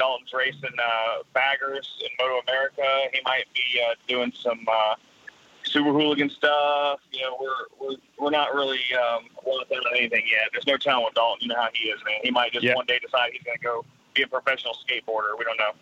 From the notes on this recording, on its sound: Instead of wondering, we picked up the phone and started calling folks. Here is a collection of the first few calls we made!